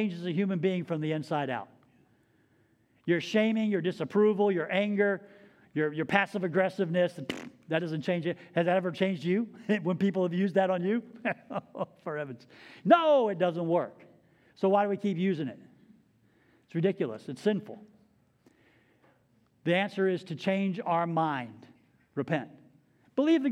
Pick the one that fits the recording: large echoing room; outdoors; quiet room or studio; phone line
large echoing room